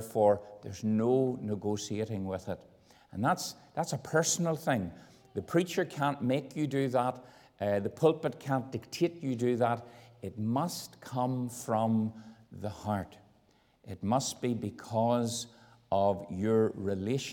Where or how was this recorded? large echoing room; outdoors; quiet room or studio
large echoing room